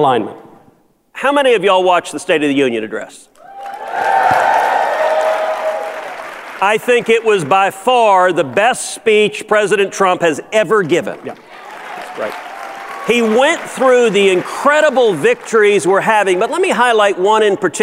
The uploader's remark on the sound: Live at CPAC